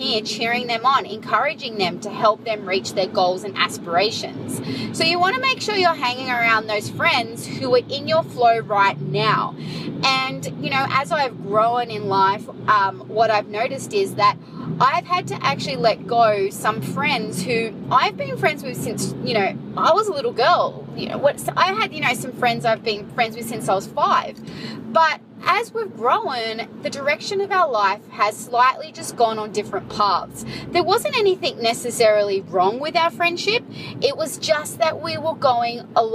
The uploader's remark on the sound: So, I grabbed my iphone and recorded the thought straight away, (excuse the traffic surrounding me, ops!).